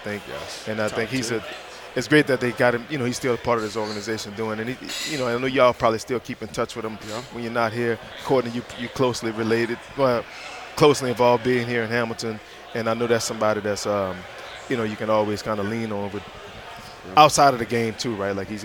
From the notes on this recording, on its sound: at the CFL Alumni Association's Legends Luncheon on Friday at LIUNA Station